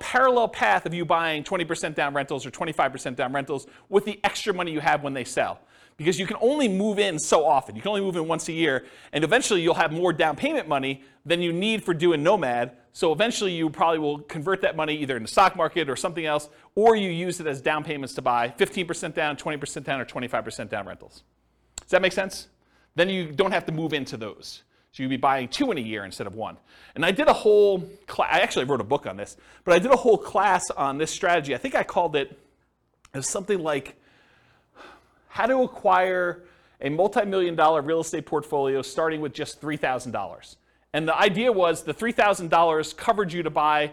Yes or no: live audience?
yes